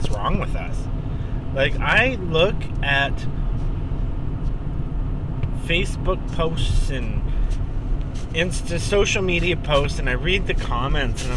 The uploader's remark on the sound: I collect on my voice recorder in my car while I'm commuting.